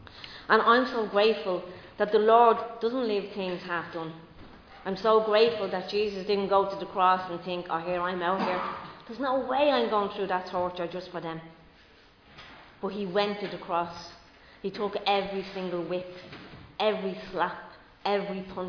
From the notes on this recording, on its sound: Recorded live in Liberty Church on 5 June 2022